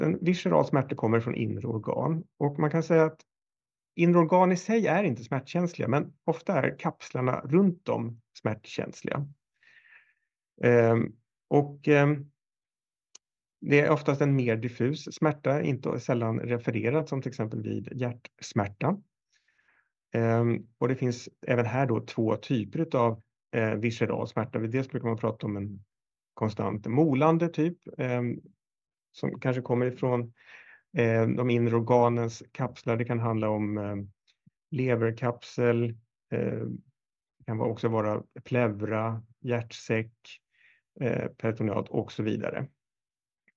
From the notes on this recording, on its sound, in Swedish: Ljudinspelningen från SOFs webbinarium Palliativ medicin – smärtbehandling.